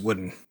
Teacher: when you actually say wouldn't while you're talking, you don't even hit the T.